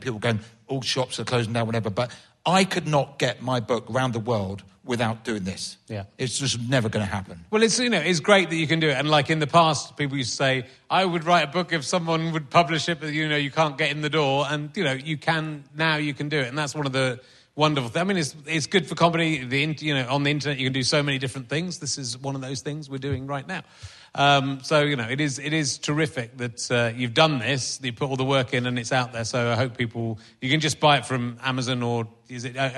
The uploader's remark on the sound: Another book club in front of an audience - this one coming from Aldershot.